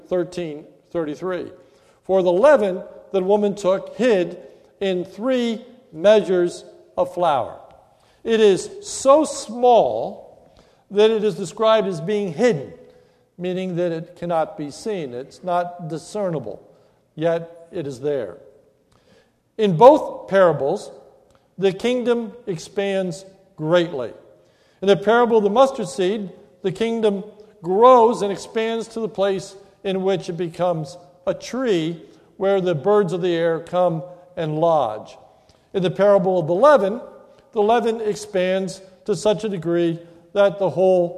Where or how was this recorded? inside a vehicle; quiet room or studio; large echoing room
large echoing room